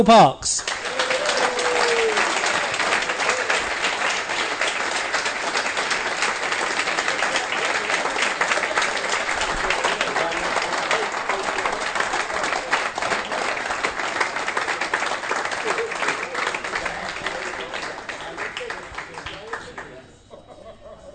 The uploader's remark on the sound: Recorded in front of more than 100 R’s fans, there are laughs, jokes and stories aplenty.